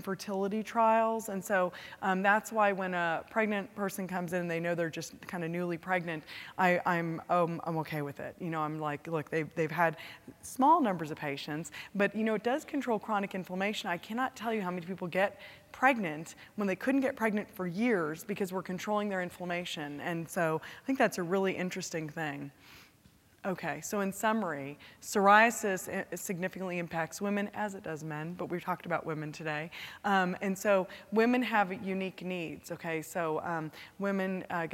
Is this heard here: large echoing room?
yes